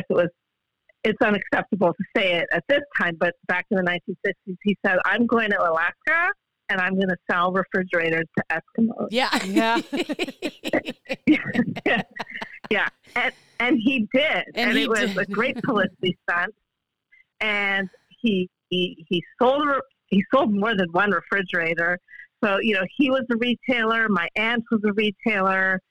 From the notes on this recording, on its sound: Phone Interview!